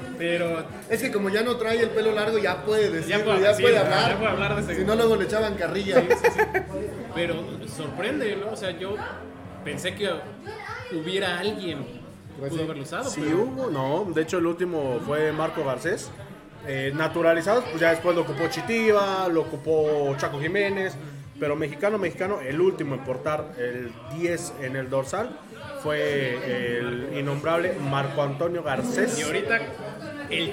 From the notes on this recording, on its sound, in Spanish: EN VIVO DESDE EL MEXISNACKS